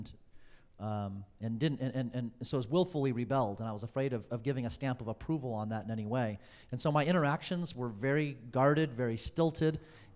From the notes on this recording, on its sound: Questions about this topic from the audience.